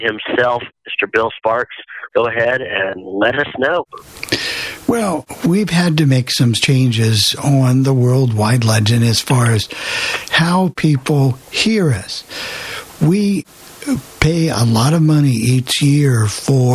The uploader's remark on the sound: take your live phone calls